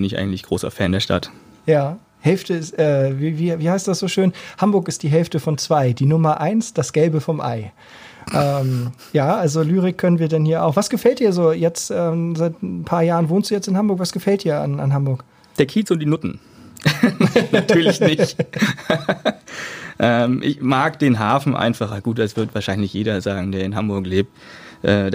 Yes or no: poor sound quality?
no